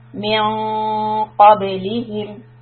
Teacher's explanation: So the noon is going to be a غُنَّة that is heavy. It is إِخْفَى.